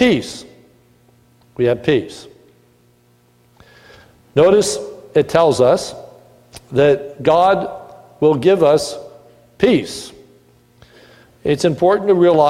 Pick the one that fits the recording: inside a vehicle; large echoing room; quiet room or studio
large echoing room